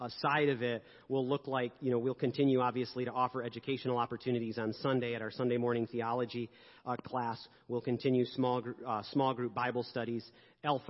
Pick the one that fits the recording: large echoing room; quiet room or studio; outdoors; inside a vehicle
large echoing room